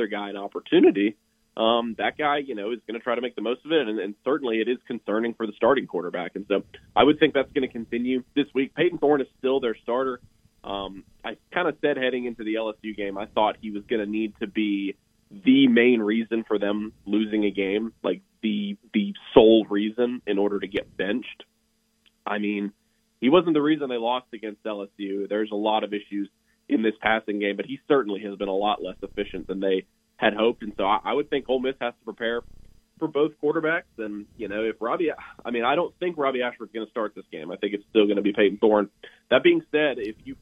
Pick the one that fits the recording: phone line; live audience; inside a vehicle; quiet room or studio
phone line